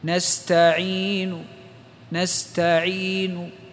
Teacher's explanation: جزء من الضمة، ليست ضمة كاملة · Term: الروم